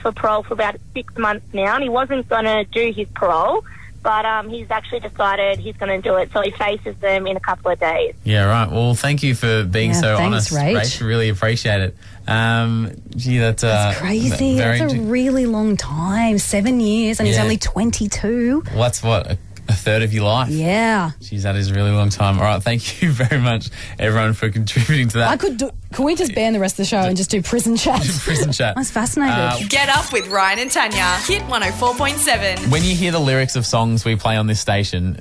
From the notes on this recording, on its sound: phones another florist